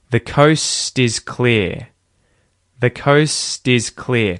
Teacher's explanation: I actually say it like a bit of a D sound, and this is because I am vocalizing, I am vibrating my throat